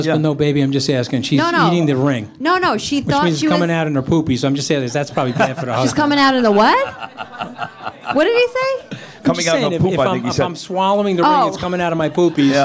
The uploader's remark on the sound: podcast live at Hunt & Fish Club in Times Square!